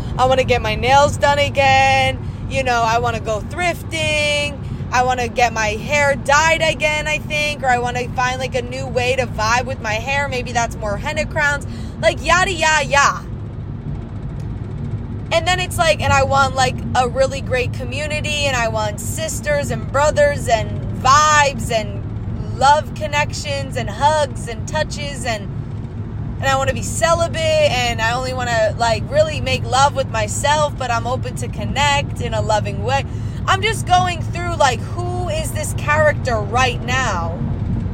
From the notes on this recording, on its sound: I recorded this on my iPhone using my voice memos so it's noisy and filled with long pauses and repeated thoughts.